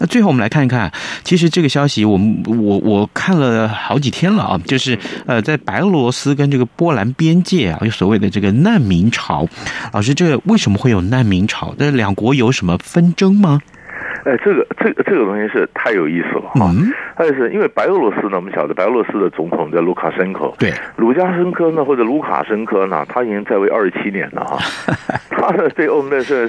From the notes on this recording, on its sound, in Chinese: 連線訪問